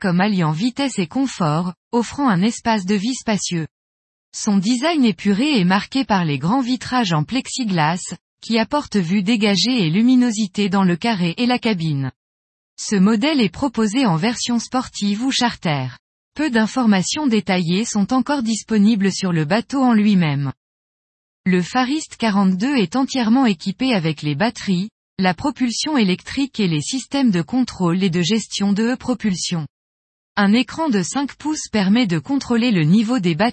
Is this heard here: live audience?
no